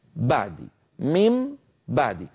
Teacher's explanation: أطبق الشفتين على الميم المقلوبة عن نون ثم أباعدهما عن باء أتت بعد ذلك